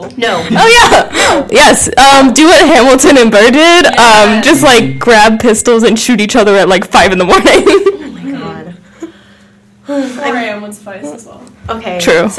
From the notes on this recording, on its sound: We got bad audio but good vibes.